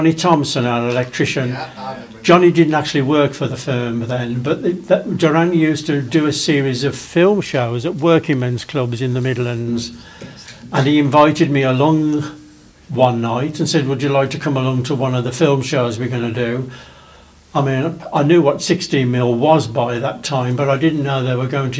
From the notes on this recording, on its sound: At the Blackpool Film Collectors' Convention in November 2022. In this special episode we are happy to provide the audio recording of the entire session.